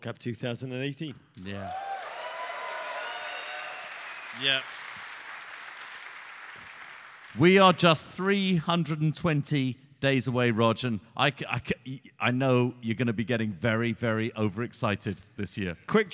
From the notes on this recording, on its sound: Live at MLS All-Star Week in Chicago. Live from Chicago's Harris Theater.